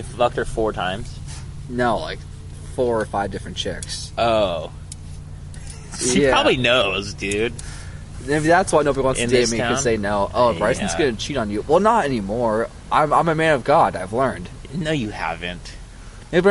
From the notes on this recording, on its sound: Recorded on CWU campus outside the SURC, sorry for the banging on the table